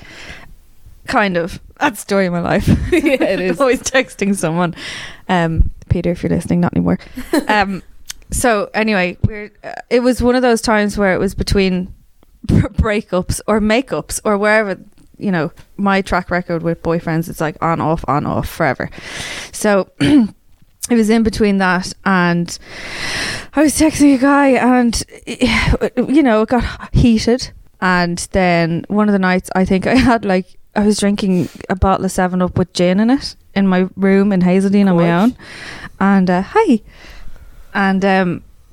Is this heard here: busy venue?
no